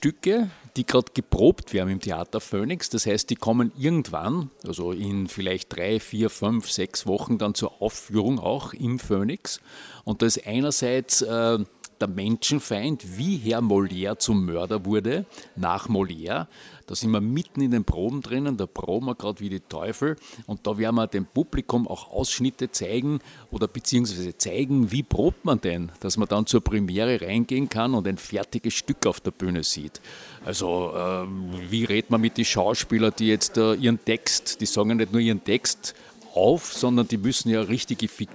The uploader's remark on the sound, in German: Bei der langen Nacht der Bühnen und in der Anton Bruckner Universität.